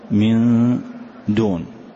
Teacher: والإخفاء درجة متوسطة بين الإدغام والإظهار، يعني لا تدغم بحيث تشدد الحرف، فمثلا من دون ما شددت الدال كالإدغام، ولم أظهر النون كالإظهار